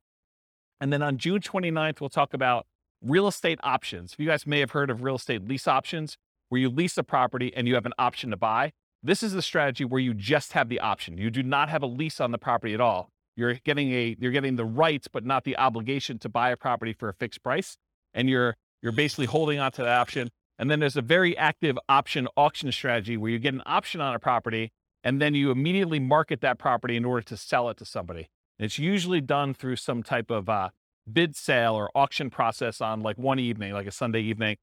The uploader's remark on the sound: This was a live class recorded